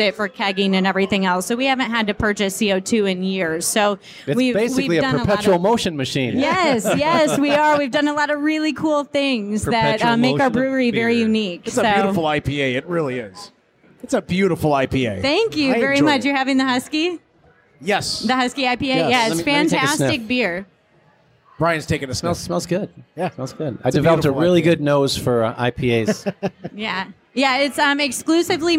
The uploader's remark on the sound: At the Detroit Shipping company for a special live episode. We record out on the balcony of DSC while there is a fundraiser going on to support the Detroit Dog Rescue.